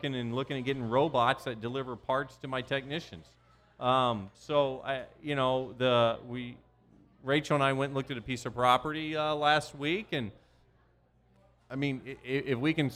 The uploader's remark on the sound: The live RFN Podcast show. It's the big event!